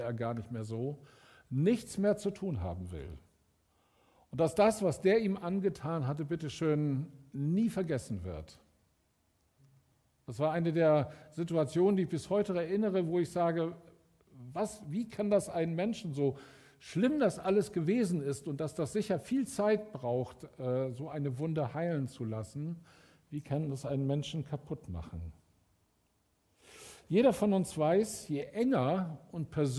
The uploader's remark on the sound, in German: Aufzeichnung der Predigt des Gottesdienstes